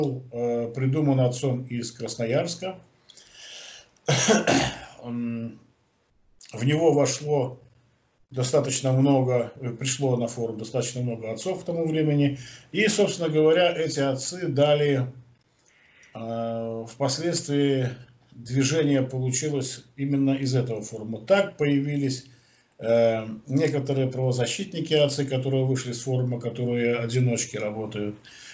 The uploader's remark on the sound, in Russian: Первая запись нашего телемоста Москвы и Минска.